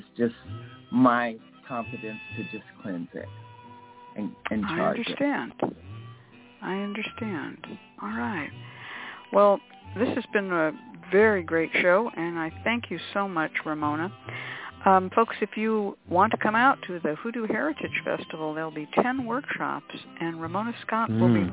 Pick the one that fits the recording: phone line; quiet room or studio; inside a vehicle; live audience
phone line